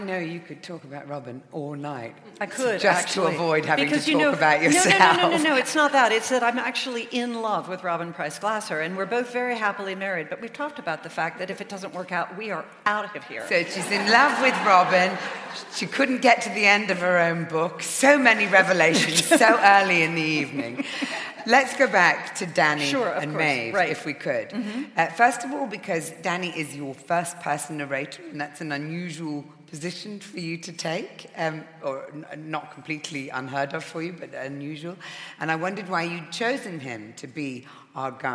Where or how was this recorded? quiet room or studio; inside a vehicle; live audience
live audience